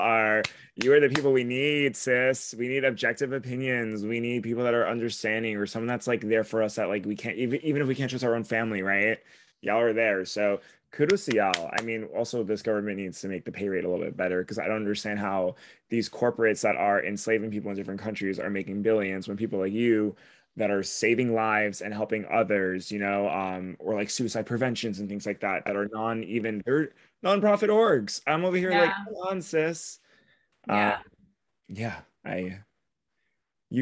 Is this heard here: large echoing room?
no